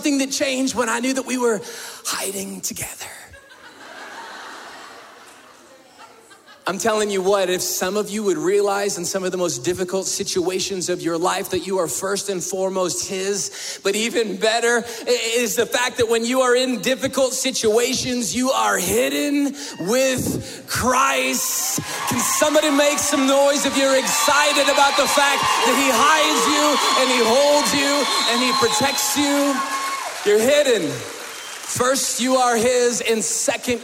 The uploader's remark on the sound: we were able to bring the weekend experience LIVE into our campus at the Denver Women's Correctional Facility